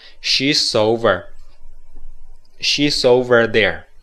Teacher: She's 这个 s 跟 over 要连读，就是 soversover。She'sover。She's overthere。好，读一遍。I'm Alan. You're in our class. She's over there.